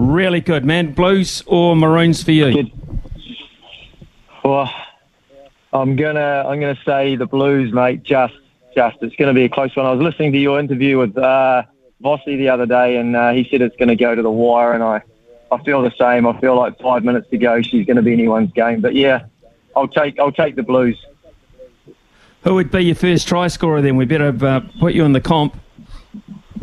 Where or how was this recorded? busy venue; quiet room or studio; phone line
phone line